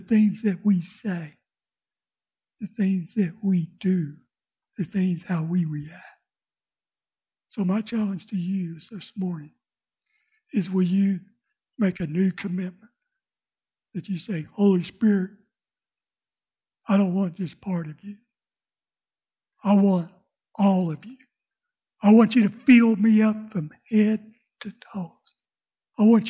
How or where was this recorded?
large echoing room